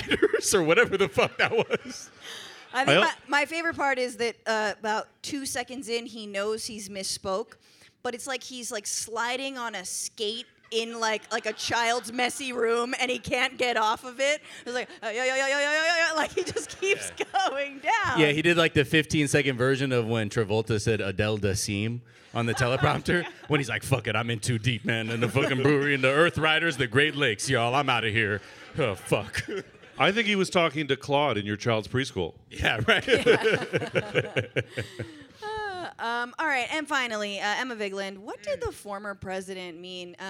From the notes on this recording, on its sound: Too much fun in this LIVE episode of the pod in San Francisco.